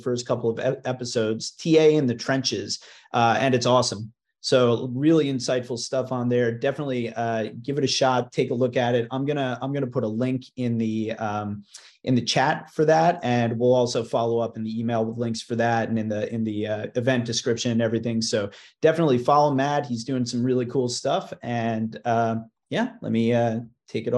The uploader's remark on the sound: Is a recording from a live webinar. The first 30 minutes is the presentation, and the next thirty minutes are live Q&A from the audience.